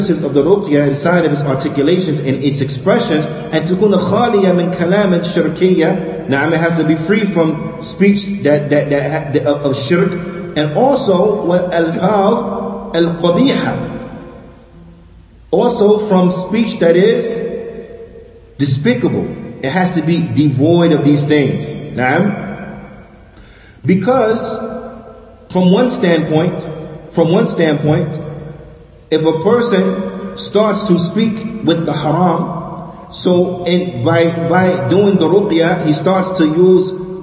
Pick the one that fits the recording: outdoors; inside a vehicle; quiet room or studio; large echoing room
large echoing room